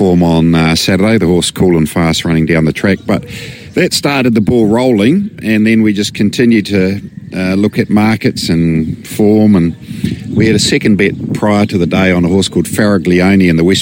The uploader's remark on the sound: live from the big Karaka yearly sales